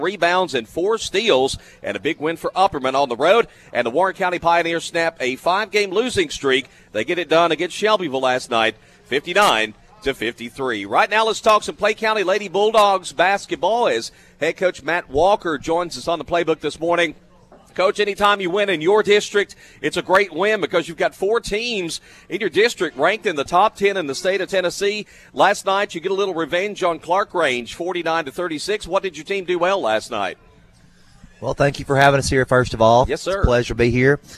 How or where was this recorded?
busy venue